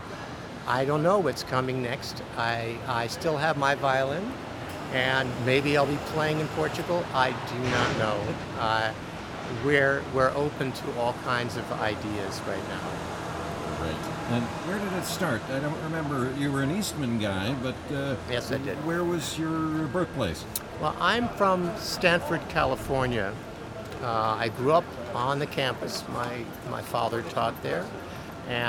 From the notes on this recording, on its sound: The … is traveling from Hamburg to Essen where they'll be staying for the next few days. Called in from the train.